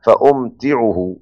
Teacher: ابن عامر يسكن الميم ويخفف التاء